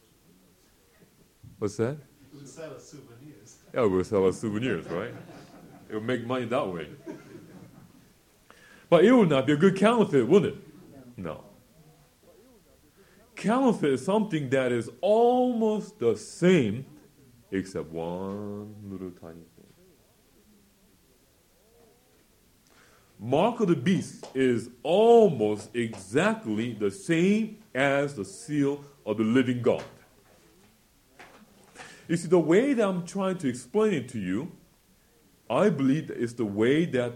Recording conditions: live audience